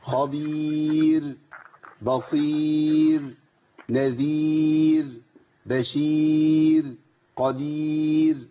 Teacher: كل كلمة على وزن بير محتاج إن أنا أرقق راء فيه عند الوقف · Term: الراء المرققة